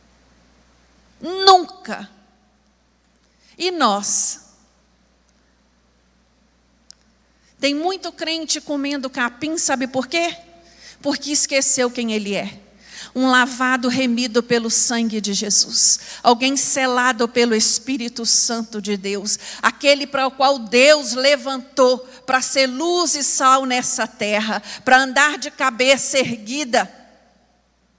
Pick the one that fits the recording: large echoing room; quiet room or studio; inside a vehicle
large echoing room